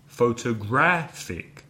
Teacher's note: Four syllables. But this time the third syllable is stressed. Da-da-da-da.